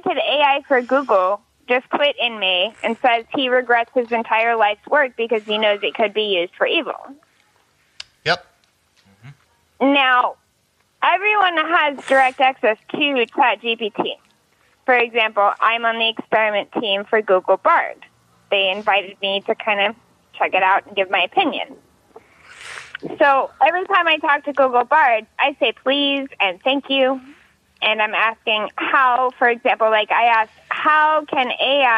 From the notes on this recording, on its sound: called